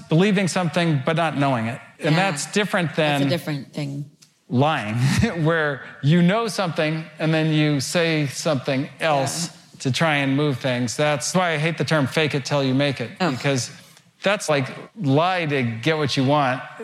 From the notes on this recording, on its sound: Which was recorded at the Computer History Museum in a live event, before the pandemic.